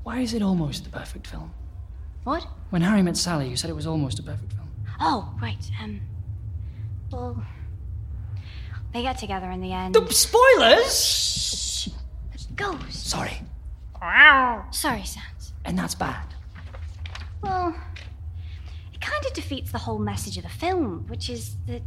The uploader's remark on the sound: Performed live at the Scottish Youth Theatre in January 2019. It was a mess.